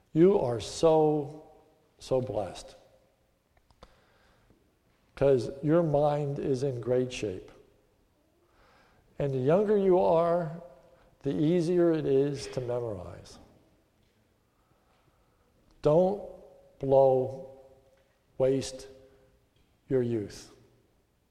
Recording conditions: large echoing room